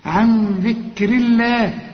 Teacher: النون هنا اخفيها وغنها علشان الذال دي من حروف الإخفاء، وطلع طبعا لسانك في الذال